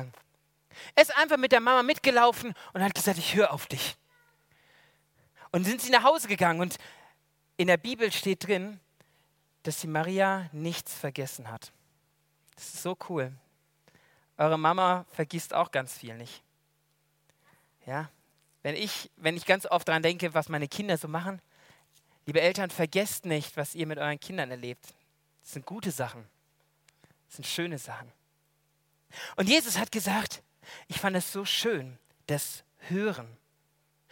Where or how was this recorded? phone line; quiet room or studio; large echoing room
large echoing room